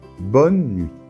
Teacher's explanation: Et la lettre T finale ne se prononce pas non plus.